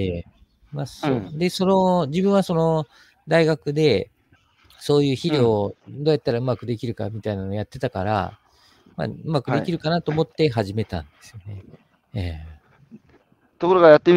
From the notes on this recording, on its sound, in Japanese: 歩きながら1時間、対談する。